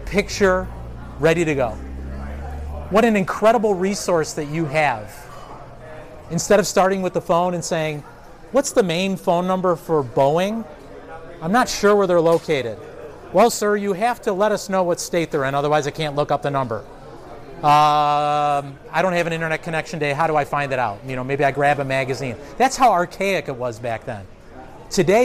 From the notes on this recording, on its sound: This recording was made a few years back during a local event series I produced in the Chicagoland area.